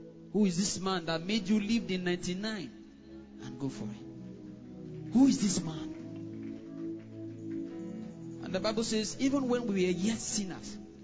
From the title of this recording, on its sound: HIGHER GROUND CONFERENCE 2021 SURE MERCIES (Day 1 Evening Session)